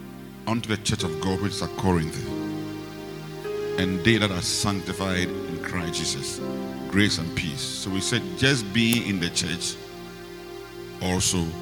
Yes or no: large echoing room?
yes